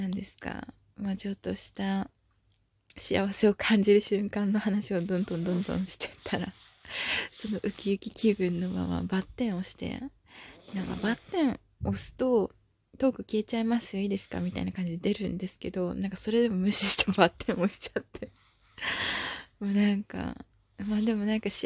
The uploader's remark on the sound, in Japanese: 娘が寝てる横で収録したので、フガフガいびきも入っちゃってます。